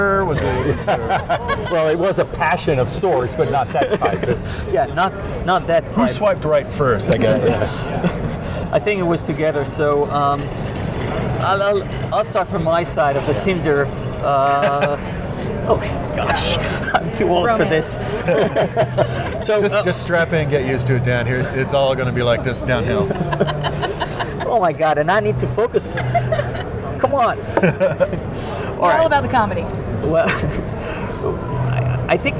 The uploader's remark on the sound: Another followup from AIM, this show covers the longer interviews we did on the show floor while there!